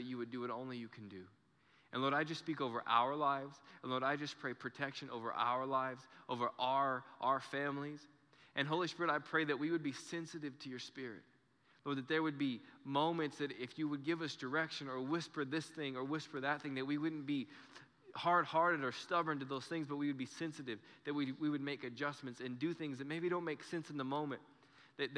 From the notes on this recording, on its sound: Recorded live during our Sunday morning service